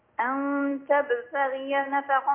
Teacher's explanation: بيّن القلقلة في الباء